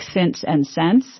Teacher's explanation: I might start saying pin and pen more alike, but I probably don't know that the same vowel needs to merge in words like since and sense